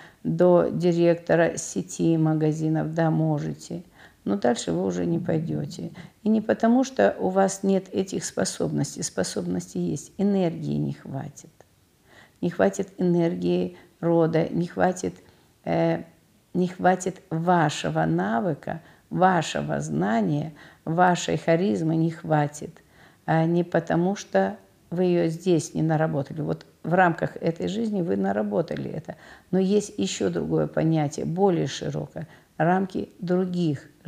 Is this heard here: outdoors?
no